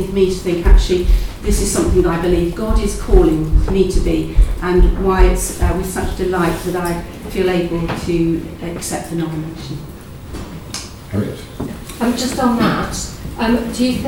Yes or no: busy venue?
yes